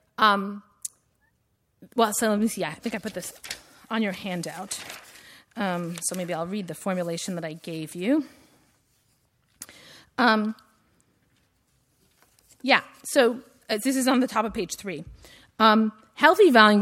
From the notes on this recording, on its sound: Audio recording of a lecture. As part of the Formal Lecture Series.